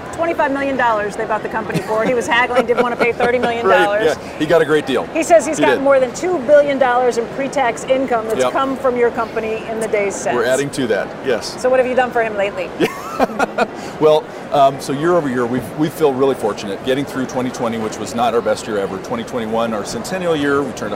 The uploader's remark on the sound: Stops by the Berkshire subsidiaries on the exhibition floor at the annual meeting. In the midst of thousands of attendees and shoppers.